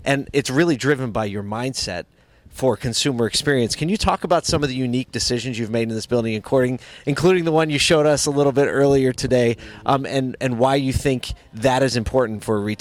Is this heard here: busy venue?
yes